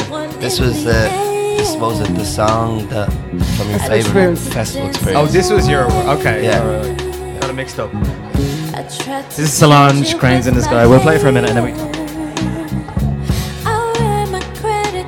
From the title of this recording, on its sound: Live at Another Love Story